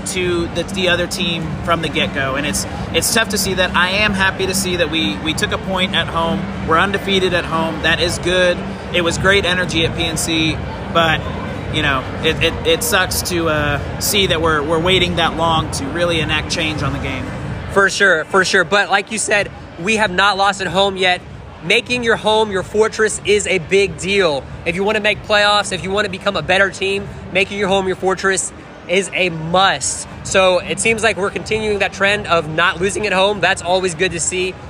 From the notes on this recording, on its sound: live from PNC Stadium